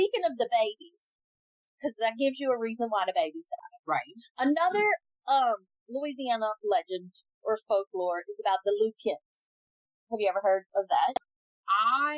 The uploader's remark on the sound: Excuse the audio, first timers here